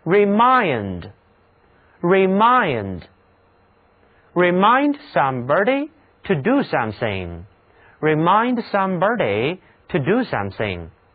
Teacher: 这个词重音要落在 mind 这一部分上